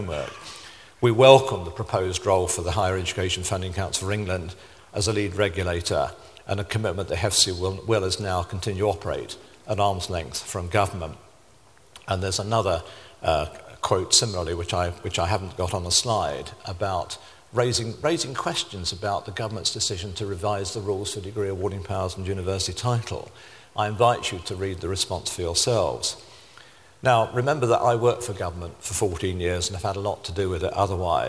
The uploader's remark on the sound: Delivers Vice Presidential Address to SRHE Annual Research Conference 2012.